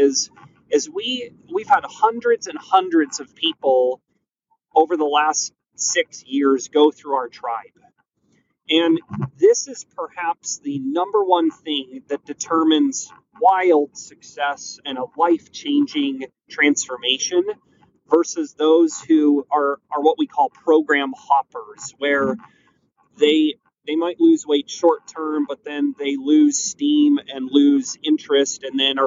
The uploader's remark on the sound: Sorry about the background noise.